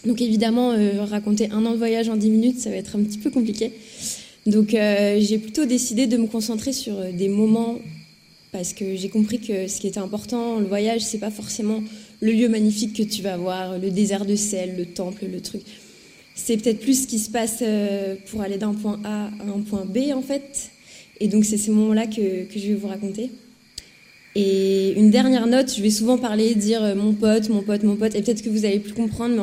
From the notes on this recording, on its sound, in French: Sur la scène de la Veillée.